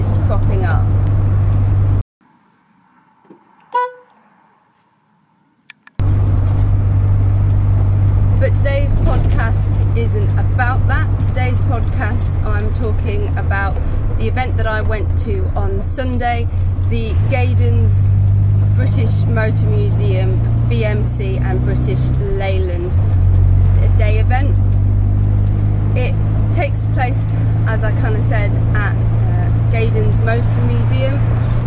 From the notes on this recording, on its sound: Taking my Morris Minor to the BMC and Leyland show at the British Motor Museum. All recorded from my 1968 Morris Minor. My first visit to the British Motor Muesum in Gaydon, for the BMC and Leyland day.